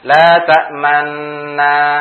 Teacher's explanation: ismam tadi adalah menampakkan harokat dhammah yang terbuang dengan isyarat bibir saja. Karena dhammah adalah bentuk terkatupnya bibir, maka isyarat kita seperti memonyongkan bibir gitu ya, memonyongkan bibir.